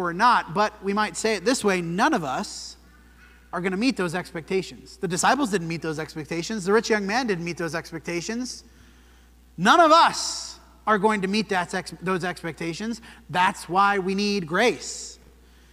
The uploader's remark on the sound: This sermon was preached at the Dewey Church of Christ on December 31, 2023.